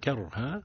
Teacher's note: الراء مفخمة حكمها التفخيم لأن ما قبلها متحرك بالفتح متحرك بالفتح أو مفتوح، مفتوح.